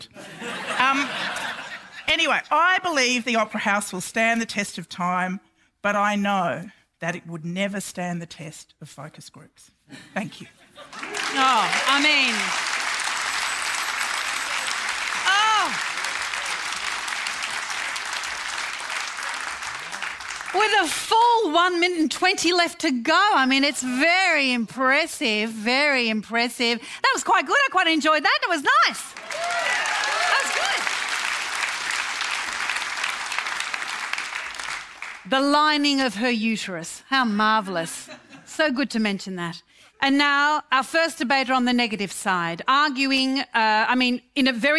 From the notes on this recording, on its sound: A debate from our 50th Birthday Festival. This event was recorded live at the Sydney Opera House.